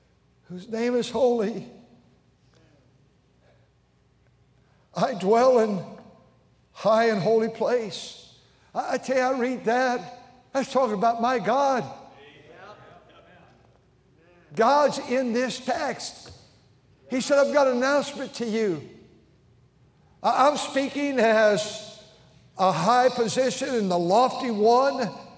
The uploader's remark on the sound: during the Wednesday Evening service on May 17, 2023, at North Valley Baptist Church in Santa Clara, California